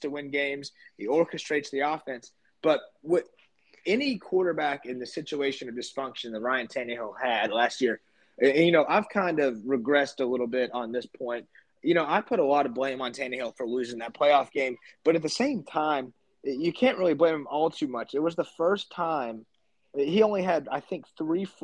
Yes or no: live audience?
no